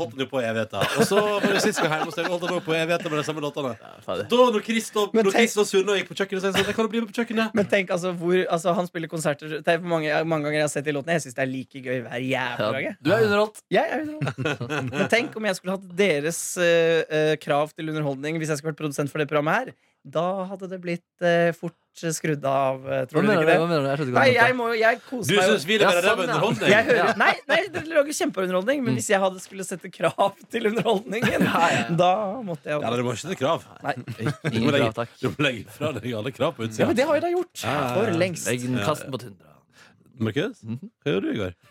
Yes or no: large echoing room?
no